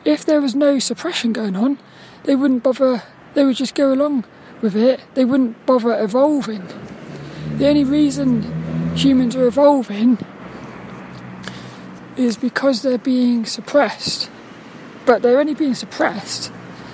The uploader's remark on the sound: This 'About The Tings' episode is a Walk and Talk